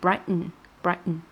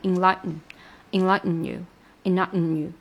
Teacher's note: me 要，一定要集拢在一个节拍里面。Let me turn on the lights and brighten it, enlightenyou。然后呢，下半句的难点呢，就是跟上一页说的那个 important 一样的处理，就是把那个 T 给吞掉了。这个是美式发音非常常见，但是有一点点偏中高阶的一个发音，就是把这个 T 给吞掉。嗯，然后取而代之的呢，是一个停顿加一个嗯。Brighton，它本来是 Brighton，但是呢，它把这个 T 给弱化，变成一个鼻音，就是 Brighton，Brighton。然后 Enlighten 也是的，变成了 Enlighten， Enlightenyou， Enlightenyou。呃，然后这个地方就